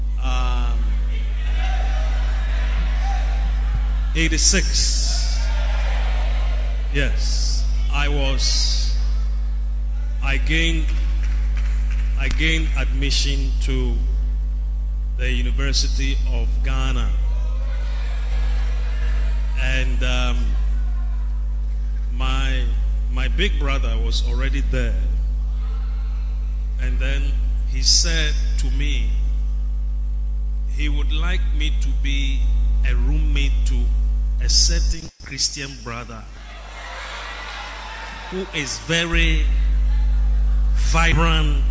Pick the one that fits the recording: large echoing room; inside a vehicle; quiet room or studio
large echoing room